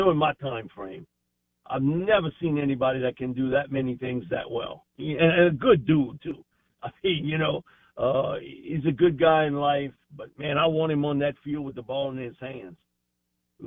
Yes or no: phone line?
yes